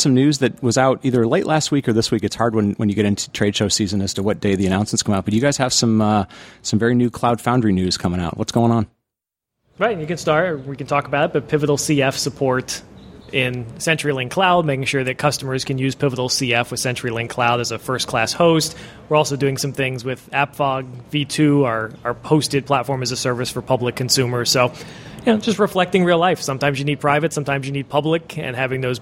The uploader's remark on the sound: Live from Cloud Foundry Summit